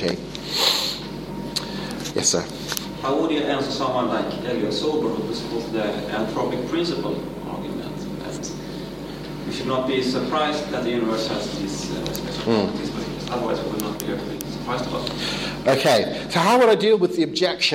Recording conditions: live audience